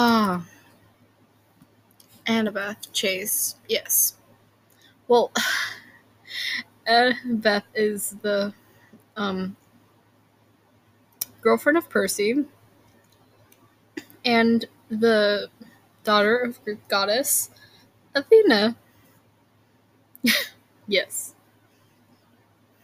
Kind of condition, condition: fault, sounds in the background